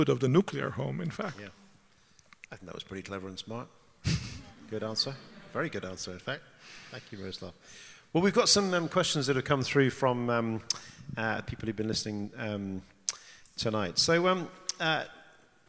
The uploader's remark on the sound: This GodPod was recorded as part of a lecture. This lecture was recorded as part of the Generous Orthodoxy Lecture Series – a collaboration between St Mellitus College and the McDonald Agape Foundation.